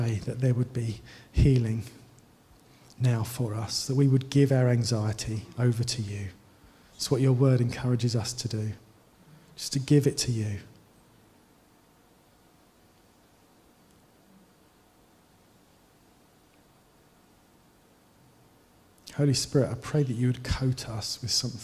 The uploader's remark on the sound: Given during the Oasis Church Live Stream